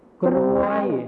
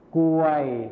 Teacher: ก็คือคำควบกล้ำที่เป็นรอเรือหายไปนั่นเองนะครับ · Shown in: second take